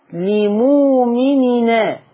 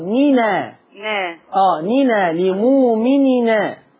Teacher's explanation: يعني هنشيل الهمزه بتاعت ان وناخد الفتحه نحطها على نون التنوين. فتبقى لمؤمنا. · Term: النقل